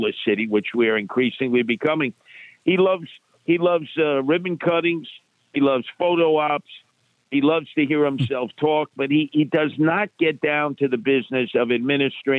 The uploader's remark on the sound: We take your calls in open phones across America.